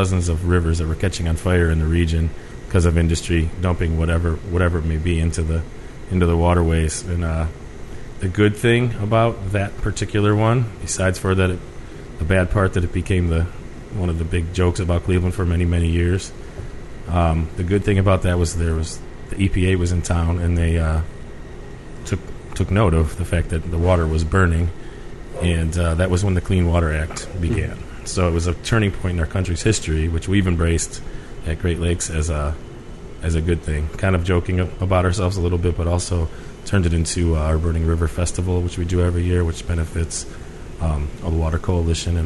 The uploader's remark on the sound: Recorded at Hough's in Pittsburgh